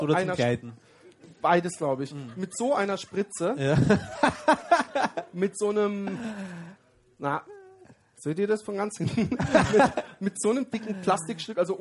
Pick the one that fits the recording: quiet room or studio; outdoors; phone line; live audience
live audience